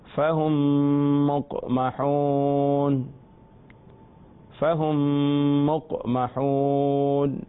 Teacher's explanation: یہاں اب قاف پر قلقلہ ہوگا کیونکہ قاف حروف قلقلہ میں سے ہے، اور فہم اختتام میم پر، اور مقمحون کے لفظ کا لفظ کی ابتدا میم سے ہو رہی ہے.